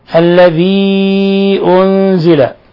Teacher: مد منفصل لانفصال حرف المد عن الهمز، يمد من 4 إلى 5 حركات